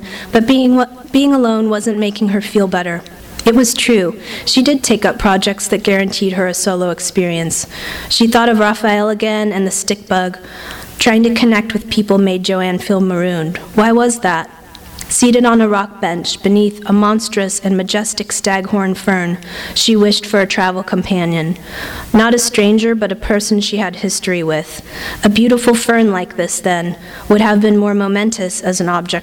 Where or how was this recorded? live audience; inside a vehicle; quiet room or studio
live audience